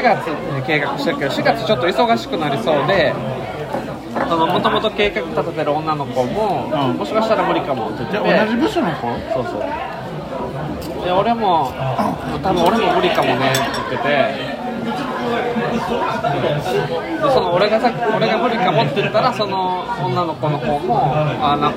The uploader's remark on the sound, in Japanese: 居酒屋で録音したので後ろがうるさくてすいません